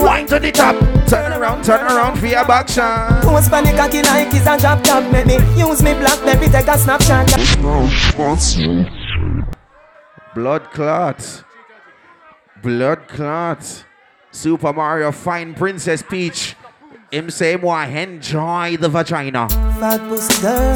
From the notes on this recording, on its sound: Live At Soca Mazza Grand Canaria Pyjama Lingerie Party. We Got The 2nd To Last Set Of The Event And Went With The Flow.